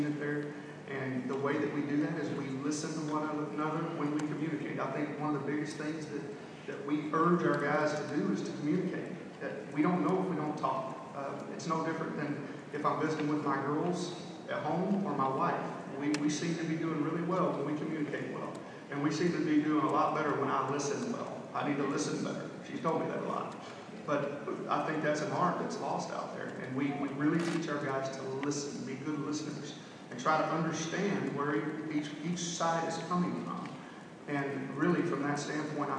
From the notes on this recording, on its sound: Q&A at Big 12 media days 2016